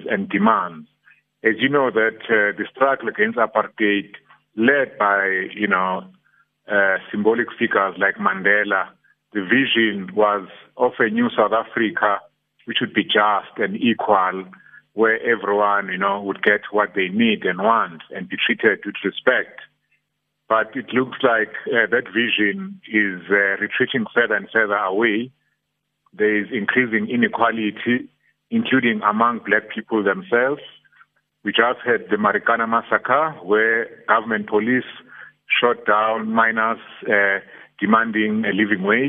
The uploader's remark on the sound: Guest (phone).